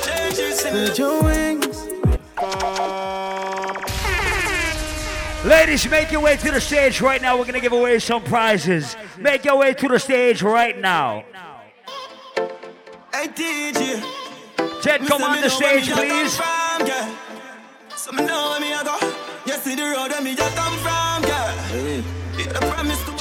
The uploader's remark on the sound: LIVE AUDIO! LIVE AT ISLAND SATURDAYS ON 10.26.19.